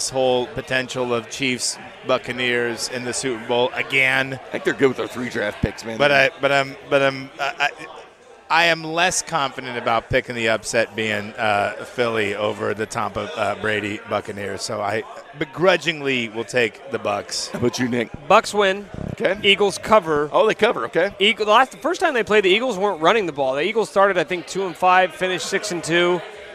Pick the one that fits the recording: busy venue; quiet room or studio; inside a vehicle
busy venue